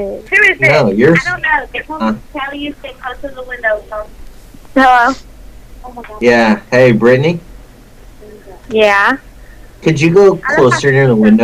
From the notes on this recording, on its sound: Prank Phone Calls